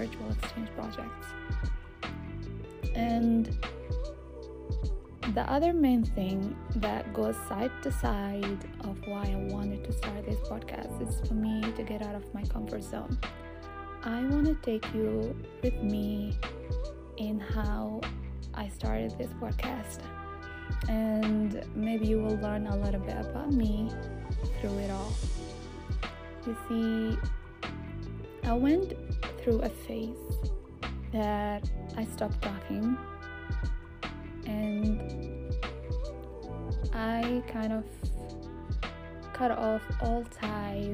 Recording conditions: background noise